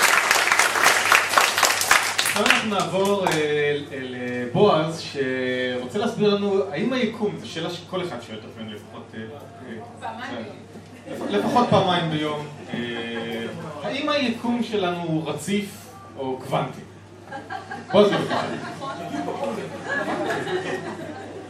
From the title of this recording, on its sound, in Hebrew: פרק מול קהל חי בפסטיבל אייקון